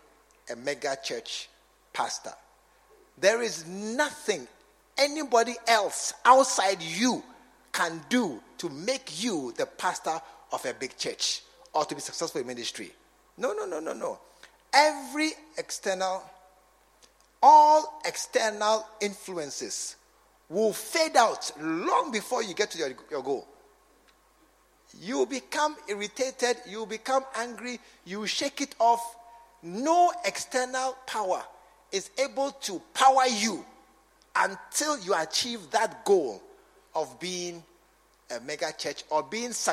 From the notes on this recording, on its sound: A message preached during SAT service at The True Vine Cathedral, Bantama.